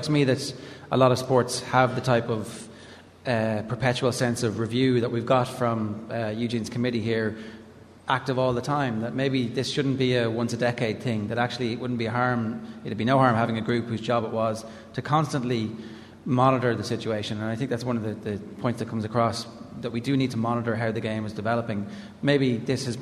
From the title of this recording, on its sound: The Panel at the GAA Games Development Conference